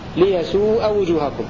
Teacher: وقرأ الباقون بفتح الهمزة بدون واو بعدها ليسوء وجوهكم والخلاصة قرأ الكسائي ليسوء وجوهكم قرأ أهل سما وحفص